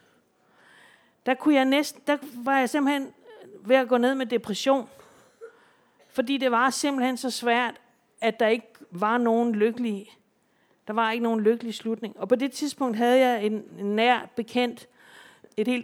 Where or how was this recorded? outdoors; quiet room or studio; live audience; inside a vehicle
live audience